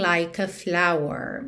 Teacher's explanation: o E de like não é pronunciado, você já junta o K no A